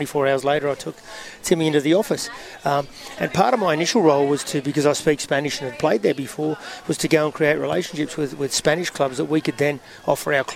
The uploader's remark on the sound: Live from Tuggerah at the soccer 5's. A special guest or 2 live on site.